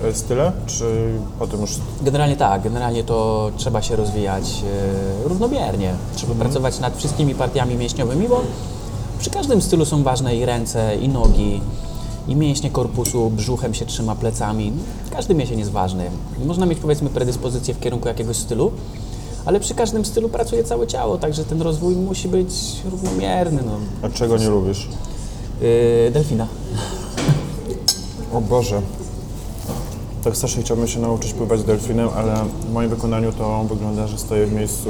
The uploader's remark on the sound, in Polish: nagrania: Chill Bistro&amp;Bar - Łódź